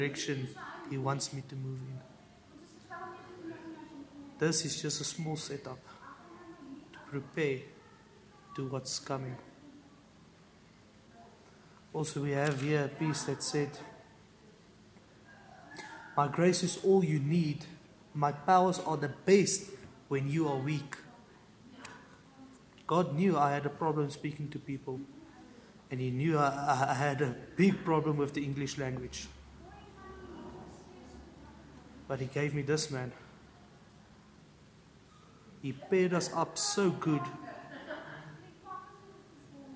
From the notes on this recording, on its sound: We apologize for the background noise, we are doing our best to improve in the future episodes .